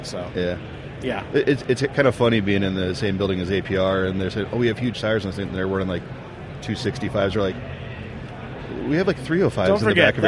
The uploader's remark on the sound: Live from the Magnaflow podcasting stage at SEMA 2018.